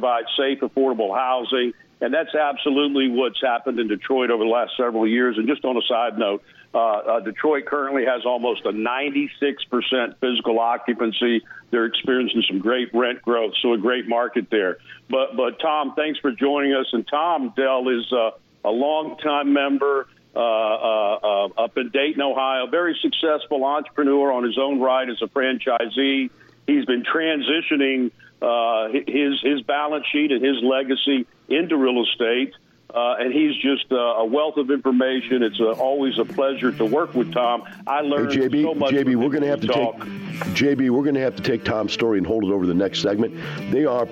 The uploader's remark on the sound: Members from all different walks of life across the United States call in to discuss their investment experience.